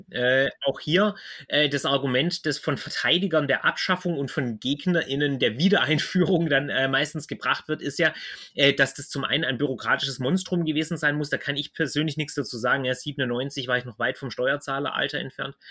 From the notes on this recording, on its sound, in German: Leider hat das Audio nicht so mitgespielt; ich bitte, die schlechte Qualität zu entschuldigen.